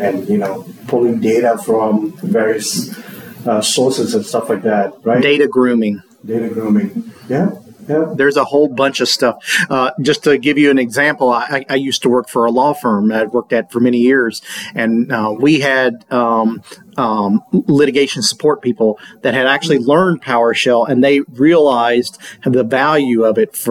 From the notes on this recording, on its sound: here at the PowerShell + DevOps Global Summit in Bellevue, Washington